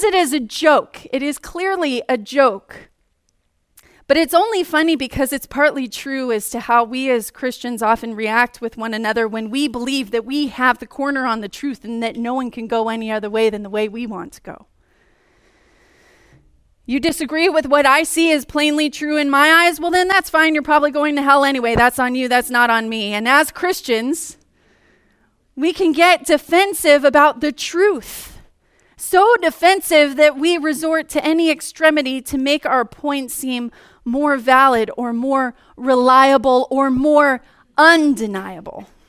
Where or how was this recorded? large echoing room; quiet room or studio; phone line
large echoing room